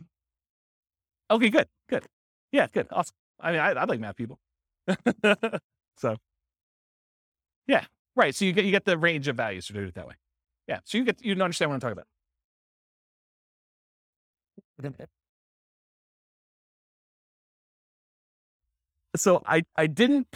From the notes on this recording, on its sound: This was a live class recorded